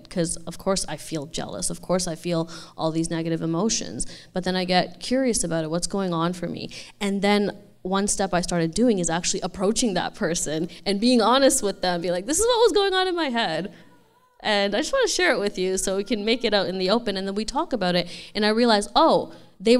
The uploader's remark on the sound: This episode features audio from a live panel conversation that took place at a Flying Sage Expansion Seminar event on November 21st in Vancouver, BC.